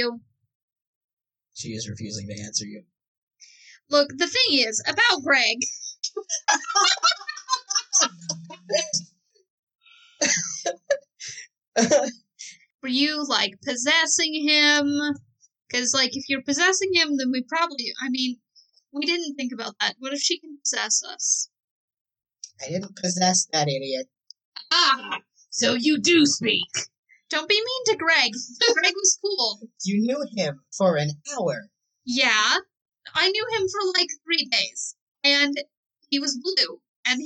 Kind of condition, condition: fault, poor sound quality